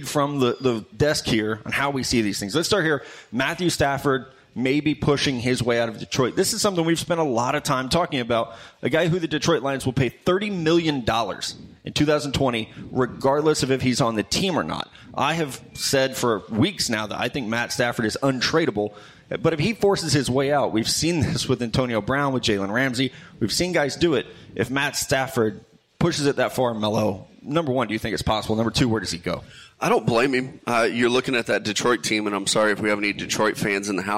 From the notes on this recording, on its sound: back at TwoDeep Brewery in Indy for a special live NFL Combine show